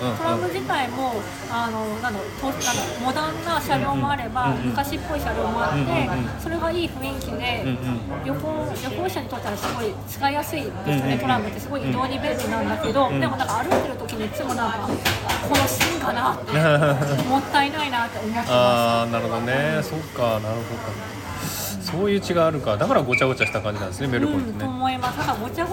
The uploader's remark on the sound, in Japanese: シドニーに来られていて、お忙しい中時間を作っていただき一緒にbreckyしてきました。カフェでの収録でしたので、周りの音がうるさい時があって聞きづらい部分があると思いますが、ご了承ください。